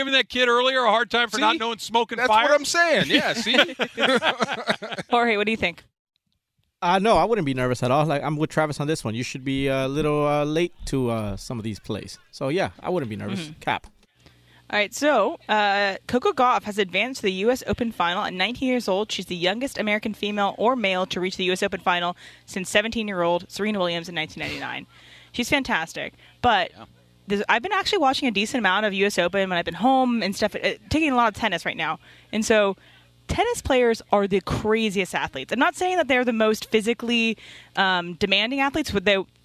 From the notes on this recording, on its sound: LIVE from the ESPN LA GOLF CLASSIC in Yorba Linda at the Black Gold Golf Course